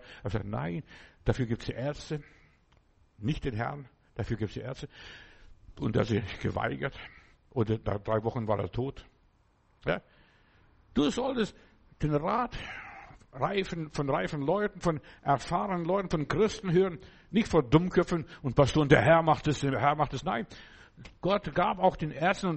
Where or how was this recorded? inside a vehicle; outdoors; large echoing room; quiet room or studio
large echoing room